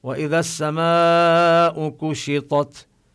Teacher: نمد الألف أربع حركات لأنها وقعت قبل الهمزة، وهذه الهمزة كلما وجدت همزة بعد حرف المد نزيد عن المد الطبيعي إلى أربع حركات. · Term: مد متصل واجب